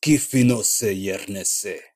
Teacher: anytime a word ends with an E sound, he reduces it to A